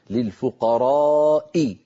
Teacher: الذي يجعلني أطول المد مجيء همزة بعد حرف المد للفقراء، مجيء هذه الهمزة هو الذي جعلني أطول. · Term: المد المتصل